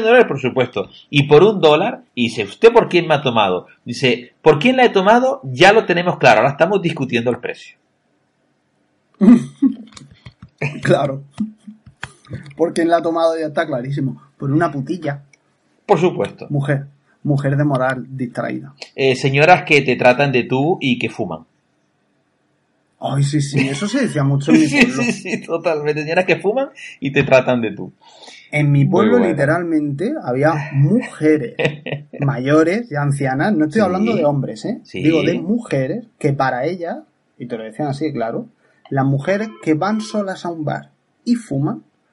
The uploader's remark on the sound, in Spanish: Grabando como condenados en cada hueco que nos dejan nuestras apretadas agendas. Grabado desde nuestros respectivos lugares de trabajo y gorroneando la Wifi ajena.